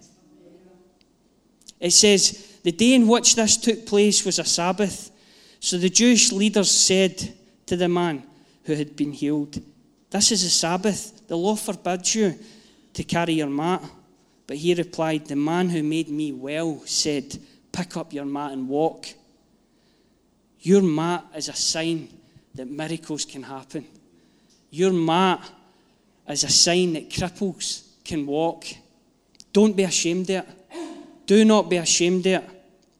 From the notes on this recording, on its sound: Live from our Sunday gathering 03/07/22